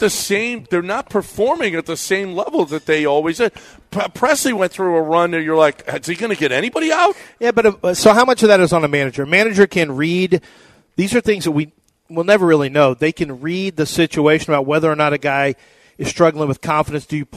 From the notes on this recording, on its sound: LIVE from the Wildcat Golf Club!